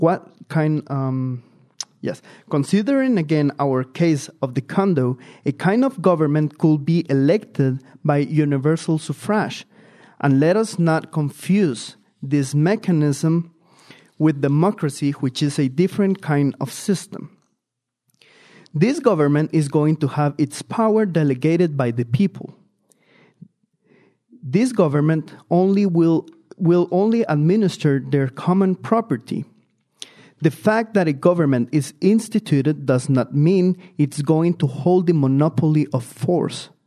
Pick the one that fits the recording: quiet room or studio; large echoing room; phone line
large echoing room